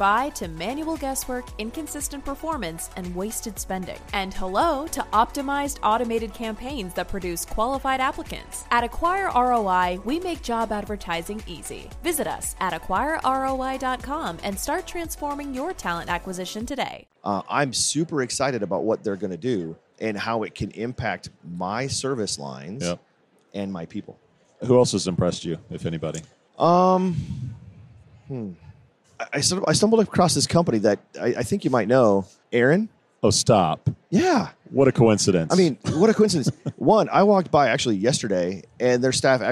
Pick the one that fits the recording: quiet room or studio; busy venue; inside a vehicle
busy venue